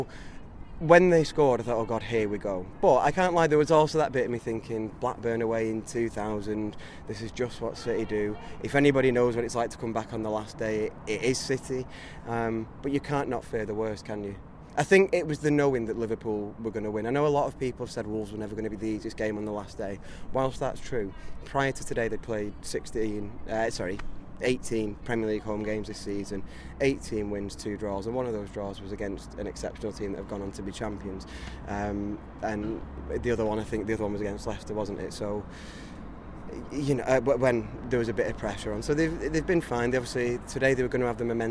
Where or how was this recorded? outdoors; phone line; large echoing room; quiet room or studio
outdoors